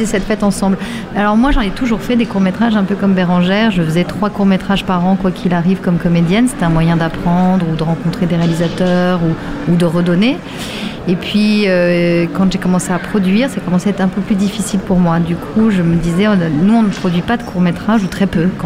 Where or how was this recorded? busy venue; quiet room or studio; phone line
busy venue